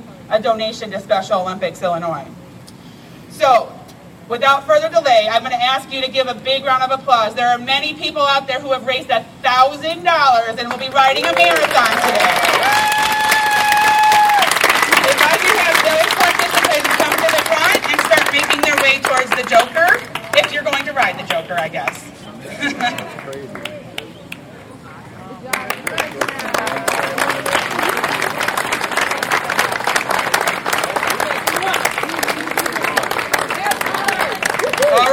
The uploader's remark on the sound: LIVE From CoasterChallenge at SixFlags Great America